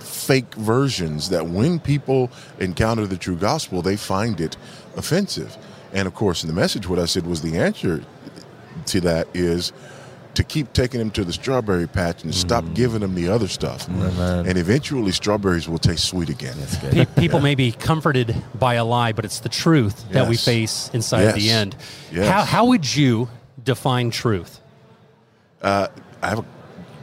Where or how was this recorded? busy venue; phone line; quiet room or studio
busy venue